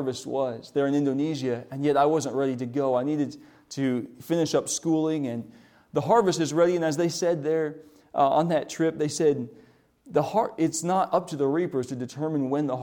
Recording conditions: large echoing room